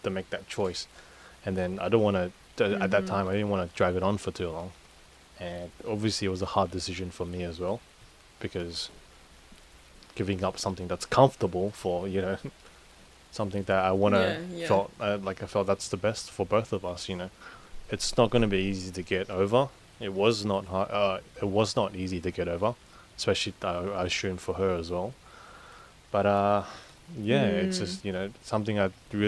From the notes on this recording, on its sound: enjoy the sound of the rain in the background